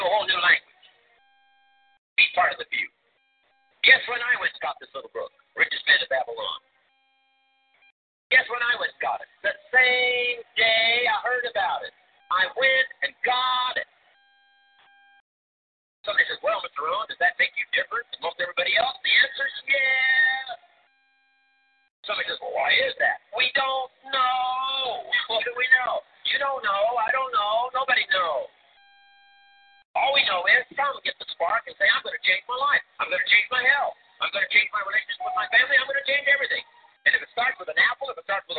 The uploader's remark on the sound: Team Elite Conference Call